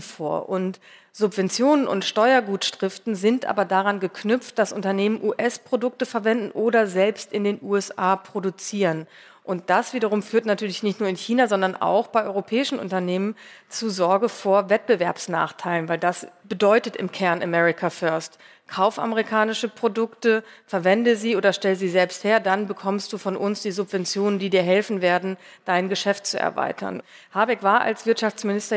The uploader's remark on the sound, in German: Mitschnitt der Livefolge des transatlantischen Podcasts, aufgenommen beim großen Podcast-Festival von ZEIT ONLINE. April in Berlin. Außerdem sprechen wir mit Hörerinnen und Hörern.